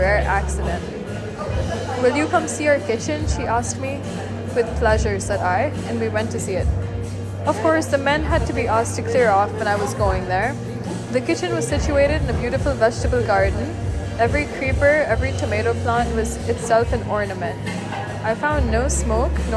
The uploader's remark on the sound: Audiobook created by reading Sultana's Dream to each other at a coffeeshop. The background noise is INTENTIONAL.